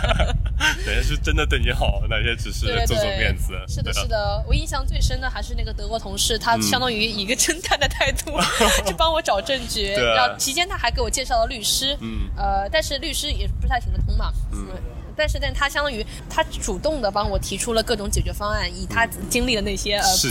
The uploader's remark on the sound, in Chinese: 户外录音，稍有杂音，多谢谅解。